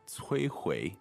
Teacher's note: So it's first tone and third tone